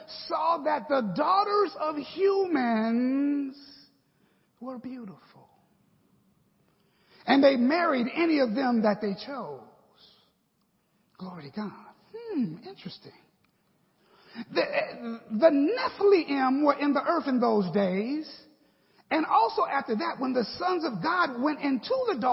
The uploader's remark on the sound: The 5-Part Bible Class Series taught at Victory Apostolic Matteson IL.